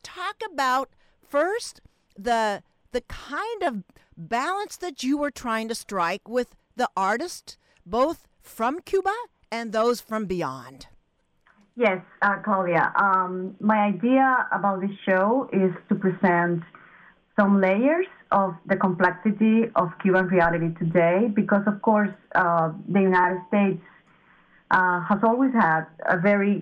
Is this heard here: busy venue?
no